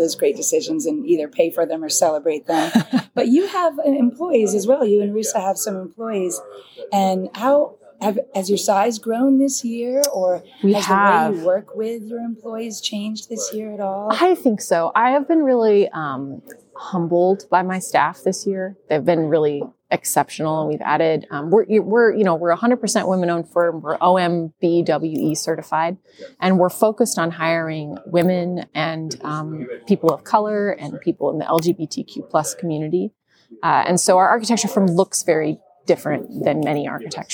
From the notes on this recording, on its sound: Special bonus episode recorded at the PhiusCon 2023. The Passive House Podcast at the Passive House Network Conference.